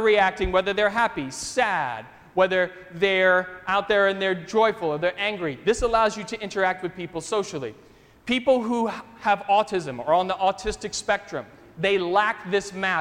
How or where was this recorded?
large echoing room